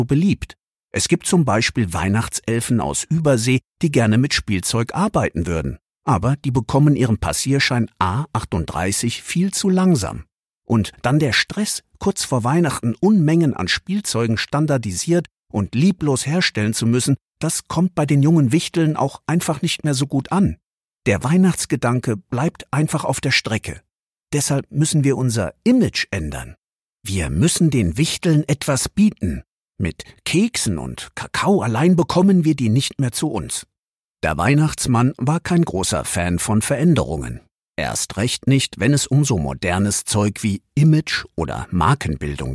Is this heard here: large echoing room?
no